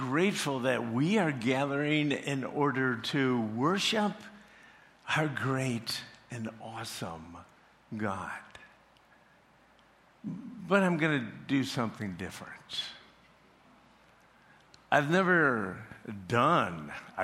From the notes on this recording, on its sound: preached this sermon at CrossPoint Church